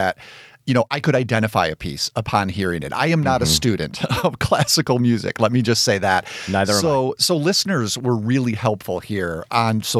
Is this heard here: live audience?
no